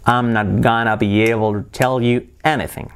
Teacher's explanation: Las T's como R suave es la clave del linking.